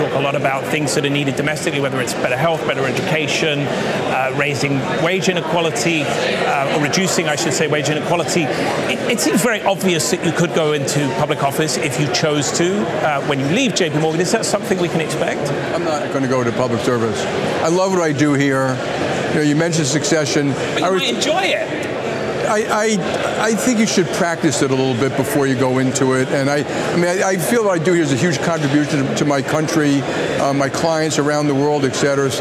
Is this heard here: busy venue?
yes